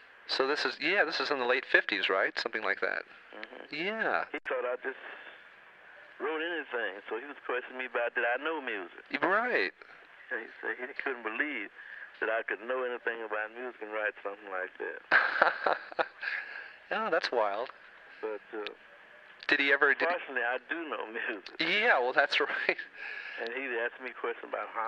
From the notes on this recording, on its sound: Phone call